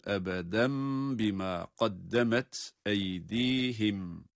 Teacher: Tenvinin sonundaki nun mim harfine dönüşüyor. · Term: iklab